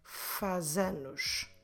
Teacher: So the Z we have at the end of faz, on its own we will pronounce faz with a sh sound, but if it's followed by a word starting with a vowel like anos, we will run them together